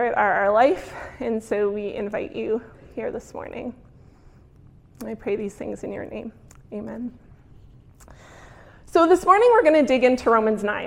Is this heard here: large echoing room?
yes